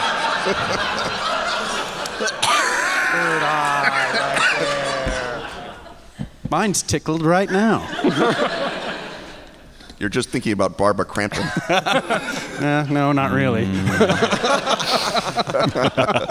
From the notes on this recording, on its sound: LIVE from the Biltmore Hotel in Providence, RI on August 22, 2015!